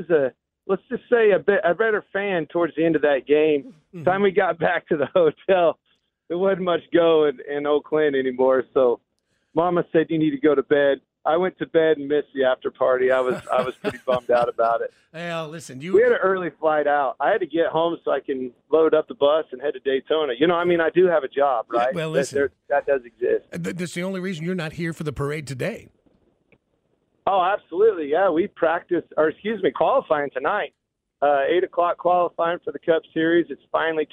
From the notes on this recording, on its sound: on the phone!